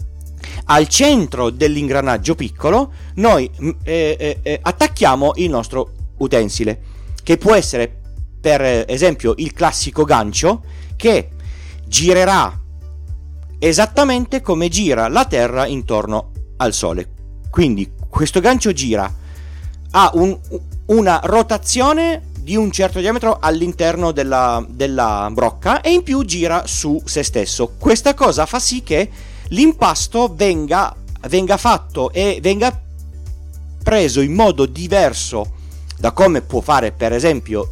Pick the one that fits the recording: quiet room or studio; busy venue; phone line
quiet room or studio